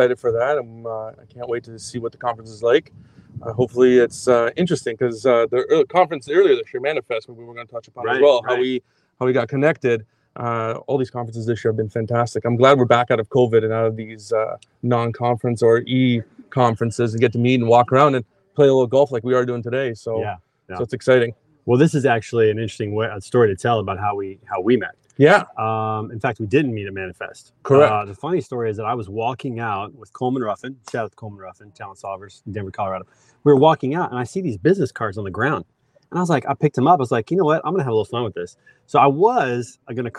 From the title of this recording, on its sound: Standing Out LIVE from the Golf Course